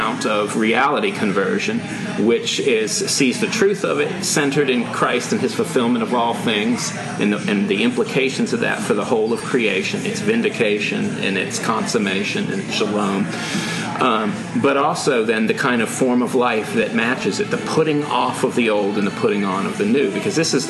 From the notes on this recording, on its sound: Fittingly, the guys had to choose between air-conditioning and optimal conditions for recording the show. Sounds like the wrong choice was made. This is our last episode with our old recording equipment.